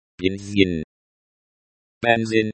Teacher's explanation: Бензин, say the E as in bed. The Z is pronounced as Z and not like the S in sin.